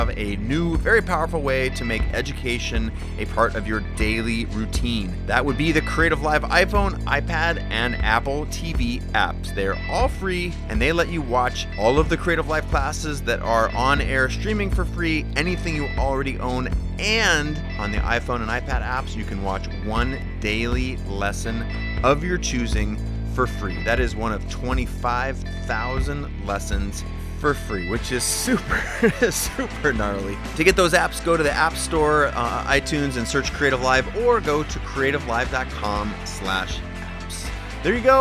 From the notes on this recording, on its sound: This is recorded outside. There’s wind noise and it takes over at times.